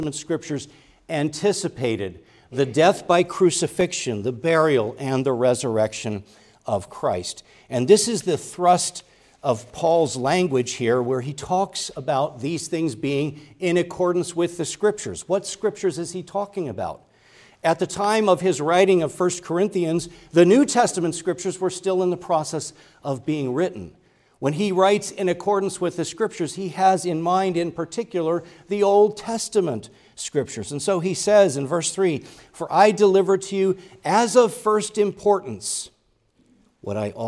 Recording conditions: large echoing room